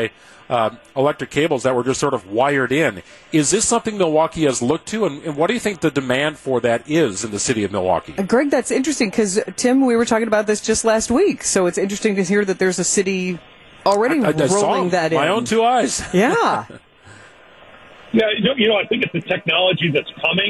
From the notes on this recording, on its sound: live broadcast from the 2nd annual Brewers Eve Bash at The Barrel Yard